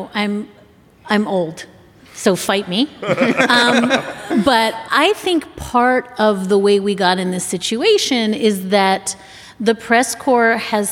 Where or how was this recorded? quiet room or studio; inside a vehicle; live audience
live audience